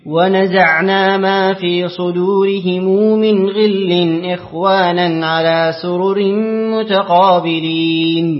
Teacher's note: مقرأ لقالون بصلة الميم.